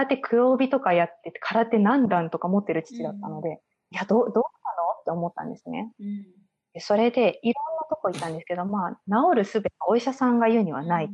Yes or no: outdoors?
no